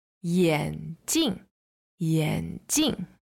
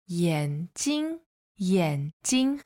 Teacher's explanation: the tones on these glasses are 眼, third tone, and 镜, fourth tone. · Shown in: first take